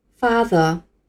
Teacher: 第一个元音一定要拉长。再和我一起念一次，father。同样的，父亲也有亲昵的说法，叫做 dad，或者是 daddy，也就是我们平时说的爸爸。注意一下。这两个亲昵称呼的说法，元音部分发的是梅花音啊。第二个单词，hard，意思是困难的。看一下它的用法，比如说困难的工作，用英语说就是 hardwork。work 是工作的意思，它的元音部分发的是长音第三个单词，ask，这个单词是问问题、提问的意思。还是拆开来看一下这个单词的读音。第一个音 a，第二个音 s，是蚕宝宝吐丝那种感觉。第三个音 k，发音比较轻。下面我们把这三个音连起来念一下，ask。第四个单词 class。class，意思是班级。我们上学的时候，一班、二班的那个班级，教室用英文说的话就是 classroom。room 是房间的意思，班级的房间也就是教室了。这个词还有级别的意思，比如说英国的学位制度就是分级别的，最高级别用英文